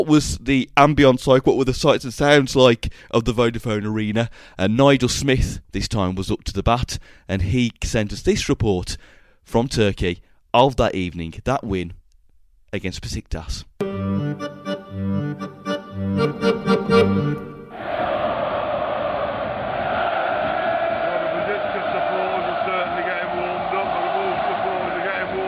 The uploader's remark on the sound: He chronicles the sounds of the Vodafone Arena for Wolves' famous victory in Istanbul.